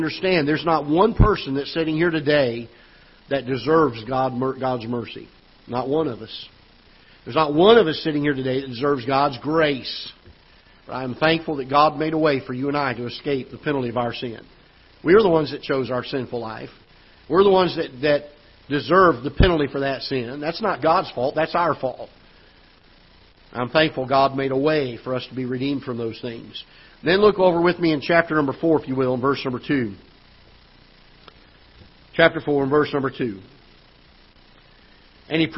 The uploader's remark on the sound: Ketha Heights Baptist Church ~ Live Broadcast